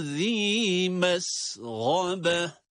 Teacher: Bu zi mes'abe kelimelerinde ise zi, zel harfini peltek okuyoruz.